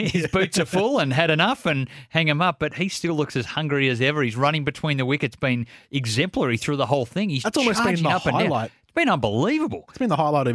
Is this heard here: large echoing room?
no